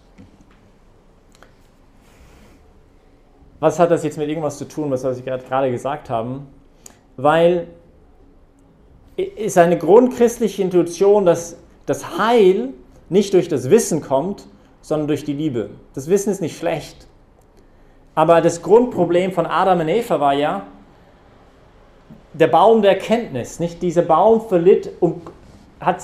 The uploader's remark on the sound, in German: Hat diese Predigt während der Young Professionals Messe am 13-12-2020 im Zentrum Johannes Paul II.